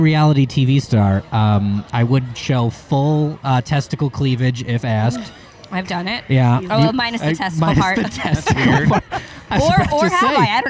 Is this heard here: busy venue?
yes